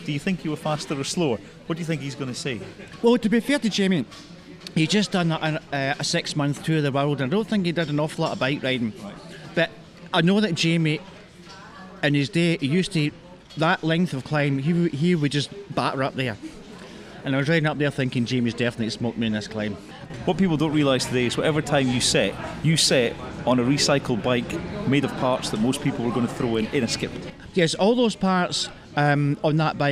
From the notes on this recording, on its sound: At the inaugural Ride and Run event in Dunoon, Argyll and Bute organised by the PA23BID group. Broadcast on DCR 97.4FM.